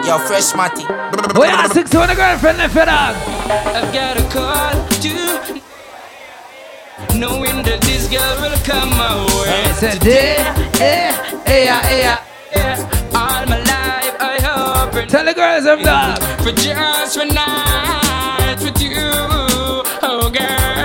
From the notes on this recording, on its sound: Live Inside San Pedro's #1 Night Club - The Verse Allure For Easter 2023